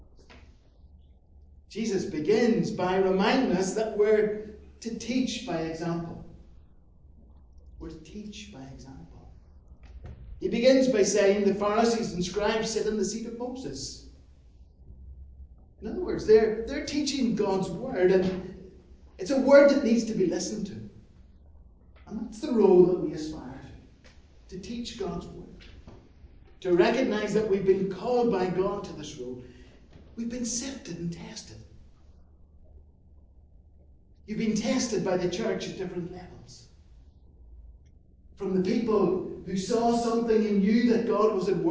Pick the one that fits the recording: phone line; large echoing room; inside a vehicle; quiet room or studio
large echoing room